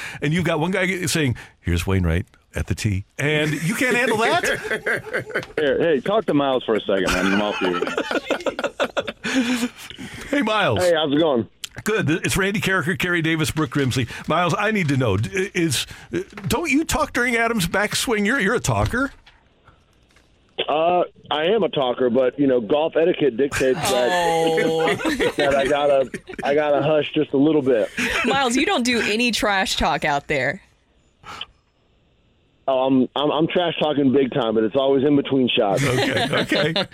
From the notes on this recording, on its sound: live a course in Texas